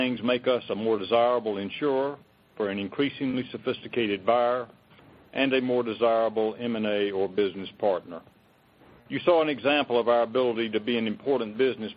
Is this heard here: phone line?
yes